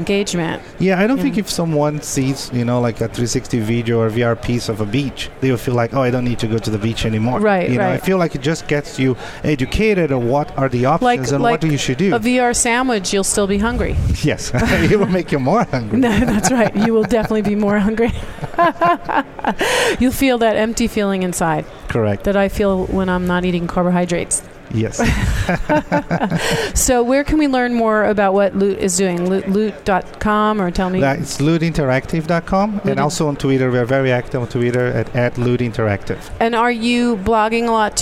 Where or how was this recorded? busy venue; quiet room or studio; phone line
busy venue